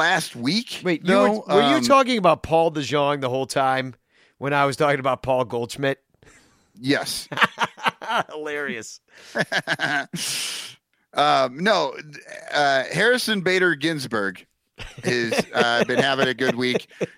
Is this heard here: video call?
no